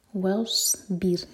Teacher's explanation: صاد heavy را ساکن light